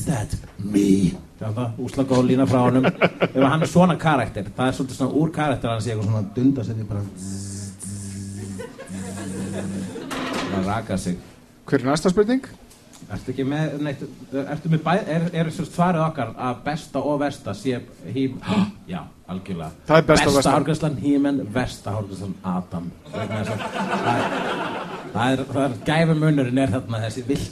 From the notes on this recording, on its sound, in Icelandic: Live! á Húrra. Fyrir framan “live studio audience”.